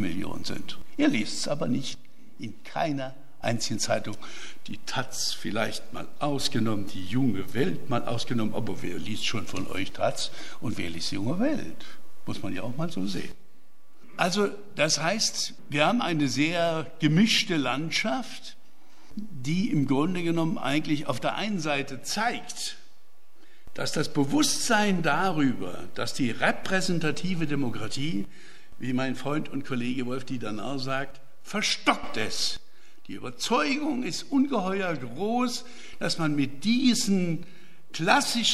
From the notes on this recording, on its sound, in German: Mitschnitt des Referats